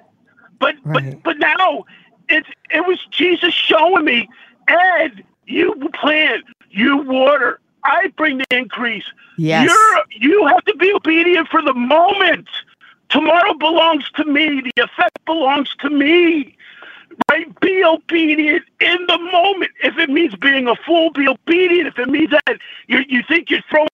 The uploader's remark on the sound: This morning, listeners phoned